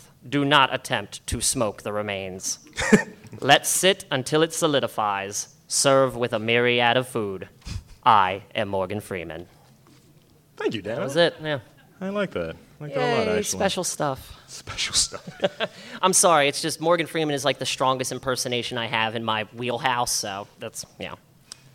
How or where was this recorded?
live audience